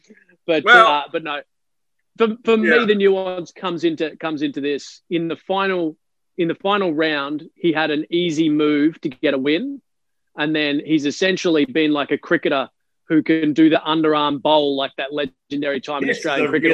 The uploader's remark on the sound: We Zoom'd like champions (spoiler alert: Zoom sucks).